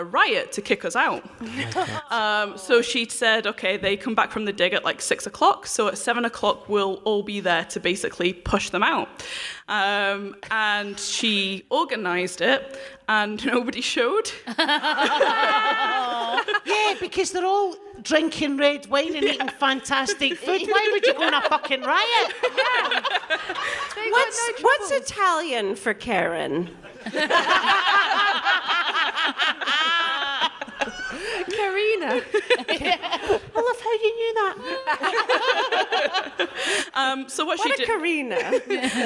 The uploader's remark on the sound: DWSC LIVE. We hear from a member of the audience.